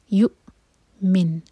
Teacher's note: حمزہ پر سکون ہے تو یہاں پر ہم کٹ آف ساؤنڈ دیں گے، قلقلہ نہیں ہونا چاہیے، بالکل بھی جھٹکا نہ ہو. یو بس سانس کو روک لینا ہے.